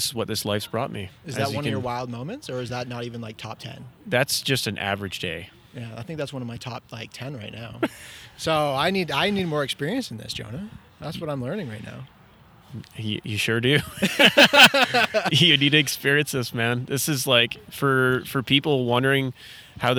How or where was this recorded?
outdoors